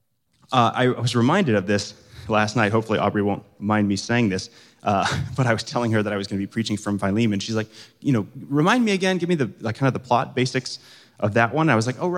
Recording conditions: live audience